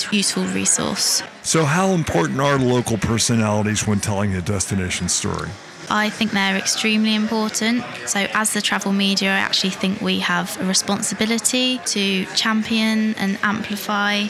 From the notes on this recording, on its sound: Live From Travel Week. Live from Frankfurt, Germany.